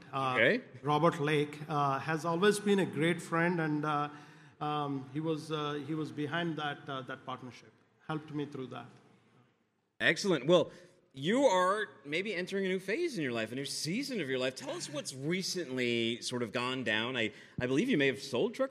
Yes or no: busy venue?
yes